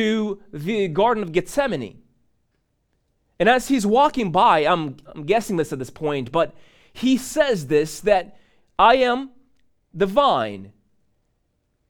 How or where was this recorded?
large echoing room